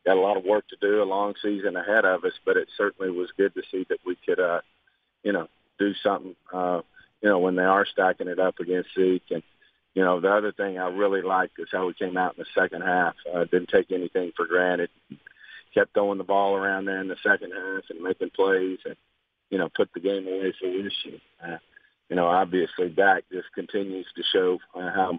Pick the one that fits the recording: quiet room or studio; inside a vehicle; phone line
phone line